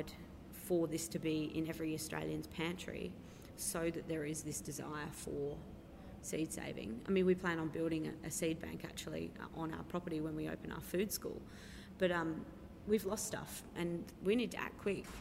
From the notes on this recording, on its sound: Recorded at the bookstore Better Read Than Dead on the night of the launch